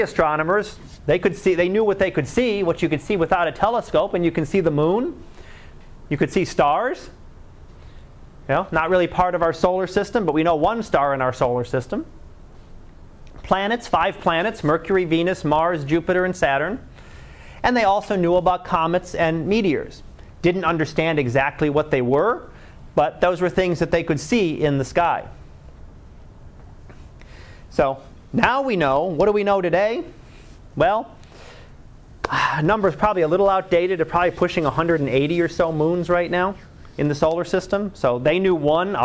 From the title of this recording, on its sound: Live Class Lecture